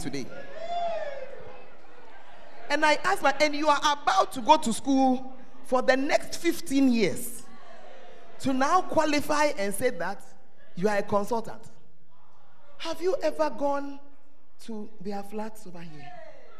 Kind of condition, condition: setting, large echoing room